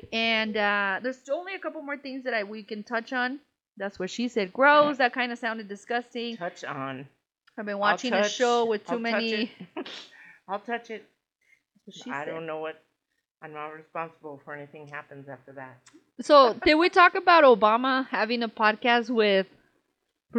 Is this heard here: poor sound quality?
yes